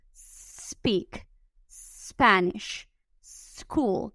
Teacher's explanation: Esa E es natural que la metamos ahí porque no estamos acostumbrados a juntar dos consonantes, pero es muy importante que quitemos esa E y en lugar de hacer una E, imagínense que es una S más larguita.